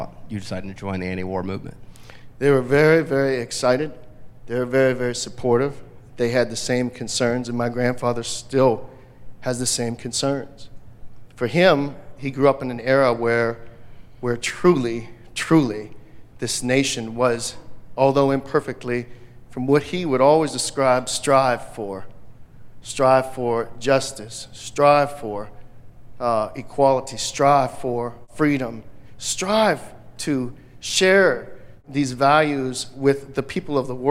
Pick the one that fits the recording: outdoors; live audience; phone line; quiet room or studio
live audience